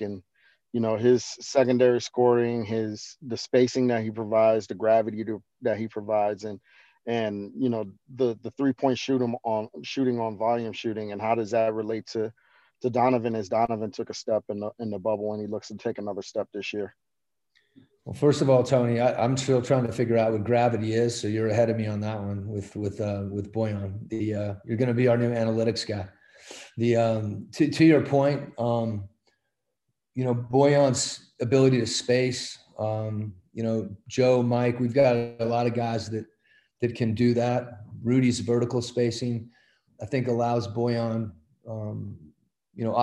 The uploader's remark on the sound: Addressed the media via Zoom conference as the team began their training camp.